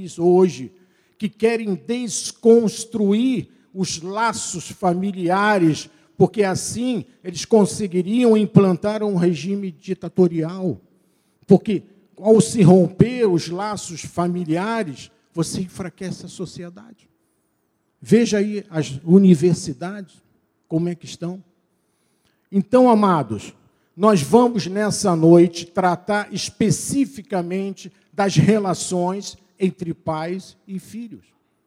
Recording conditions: large echoing room